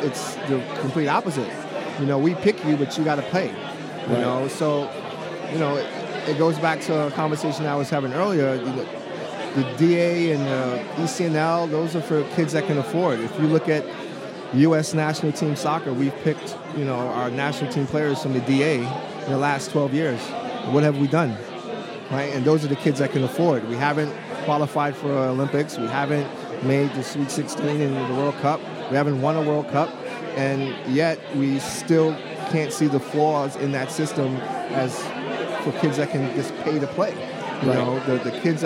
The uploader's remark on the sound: Live at the Bar of the US Soccer AGM